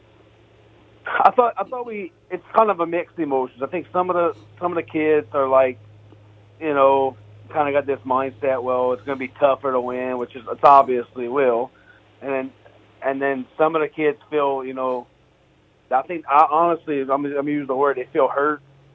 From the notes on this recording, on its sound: We go to the phone lines